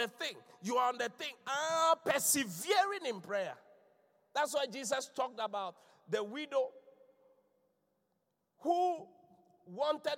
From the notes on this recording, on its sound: Inspiration Service. Preached at The Qodesh.